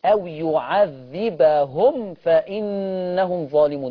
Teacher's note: الميم لما يجي وراها فاء ما تتخفيش ما تخفهاش تنطقها